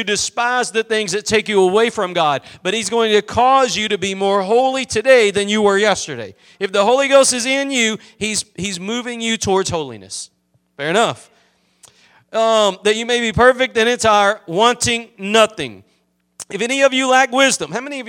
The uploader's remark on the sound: Preached at Gospel Lighthouse in Bossier City, La.